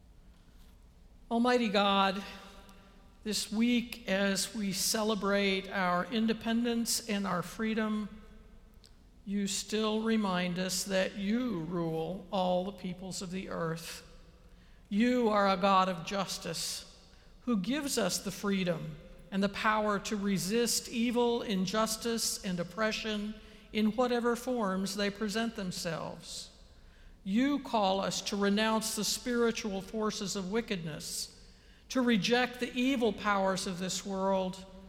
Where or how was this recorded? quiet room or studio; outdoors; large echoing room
large echoing room